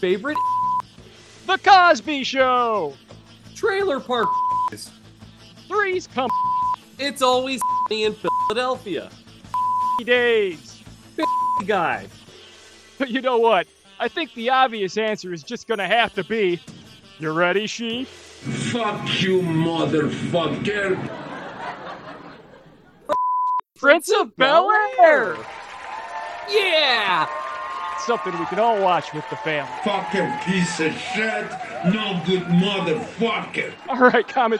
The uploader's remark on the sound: we are now filming in front of a live studio audience